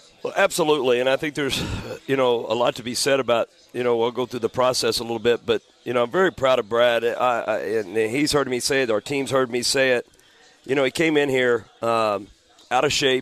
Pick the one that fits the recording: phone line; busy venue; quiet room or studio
busy venue